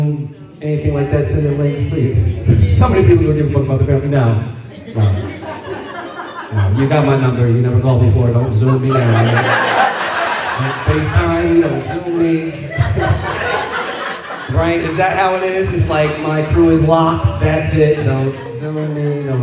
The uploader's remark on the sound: Hopefully the audio is good enough to follow.